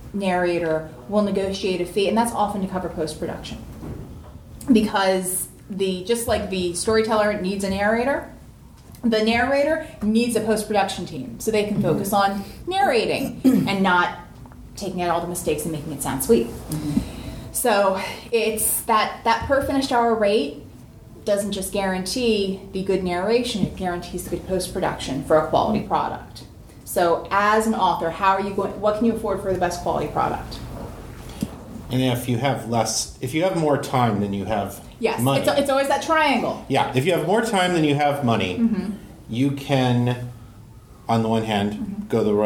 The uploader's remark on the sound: In this panel from Balticon 51